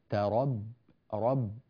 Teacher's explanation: ننبه هنا إلى ترقيق الباء في كلمة تربص